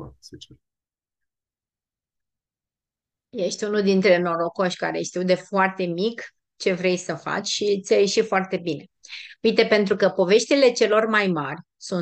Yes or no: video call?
yes